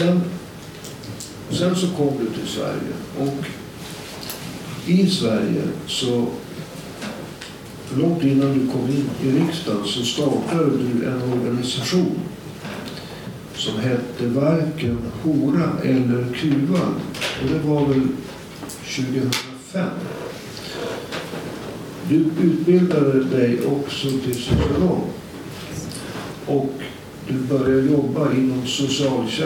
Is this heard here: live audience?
yes